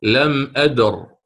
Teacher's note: فلم أدري عند الوقف عليها ستقف عليها بالتفخيم